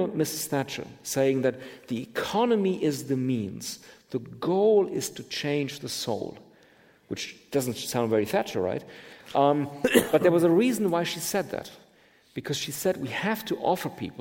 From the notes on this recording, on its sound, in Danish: Med på scenen som interviewer er chefredaktør på Information